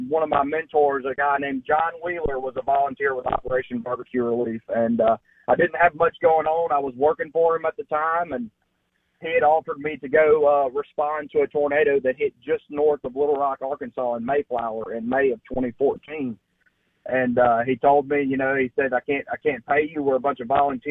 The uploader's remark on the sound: joins the show on the Farm Bureau guest line live from the Mississippi Delta